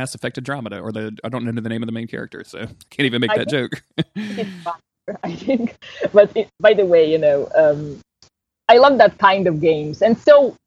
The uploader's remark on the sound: Because of the distance between us (she's in Italy), the audio quality is a bit rough this week.